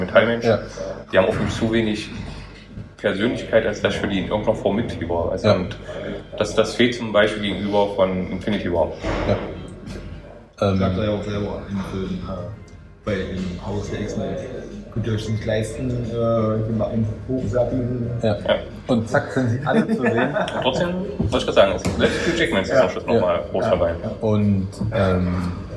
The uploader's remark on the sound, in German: Nächstes mal ist die Soundquali wieder besser.